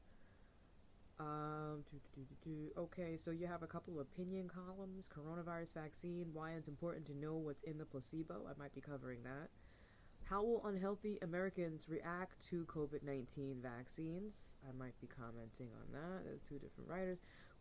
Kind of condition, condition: fault, uneven or low level